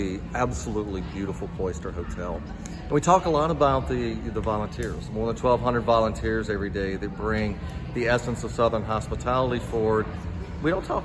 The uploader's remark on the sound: Broadcasts live from Sea Island and the RSM Classic with special guests throughout.